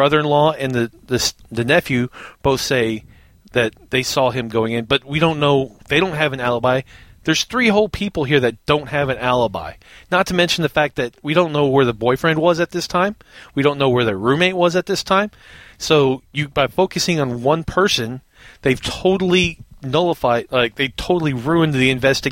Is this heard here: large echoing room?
no